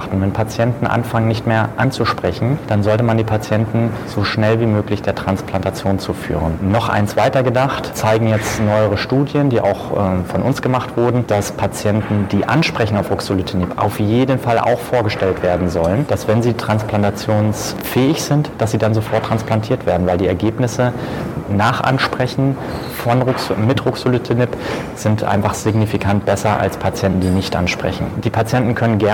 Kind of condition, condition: setting, busy venue